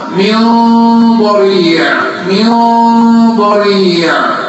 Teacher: نون سكنة بعدها الضاد اخفاء والغنة مفخمة من ضريع اللسان لا يصل إلى سقف الفم في الإخفاء لا